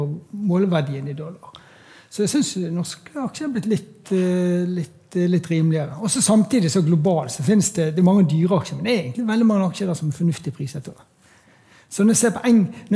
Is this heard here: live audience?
yes